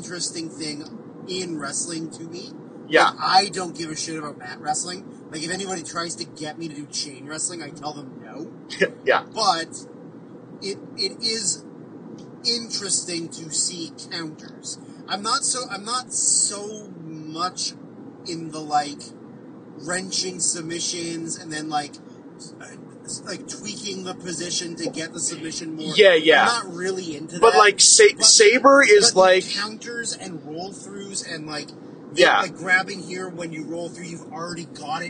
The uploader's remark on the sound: speaking into the same phone in a moving car